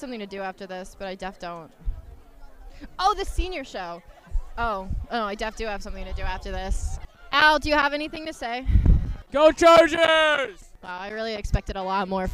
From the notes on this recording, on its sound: In the midst of the Homecoming football game and the last performances of the marching band 2022 season, the drum majors are once again given microphones. Listen to some spaced-out rambling, interviews, and several fight songs.